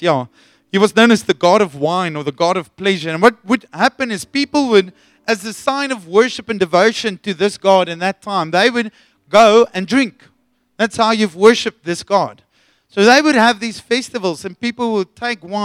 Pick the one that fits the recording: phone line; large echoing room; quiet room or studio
large echoing room